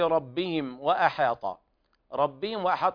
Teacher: بالإظهار الشفوي الشديد لوقوع الواو بعد الميم الساكنة